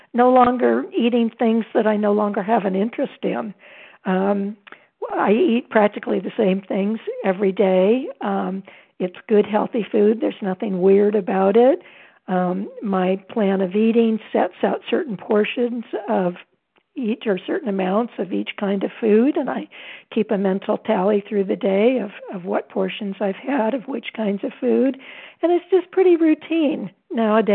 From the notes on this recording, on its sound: 100 Pounders Phone Meeting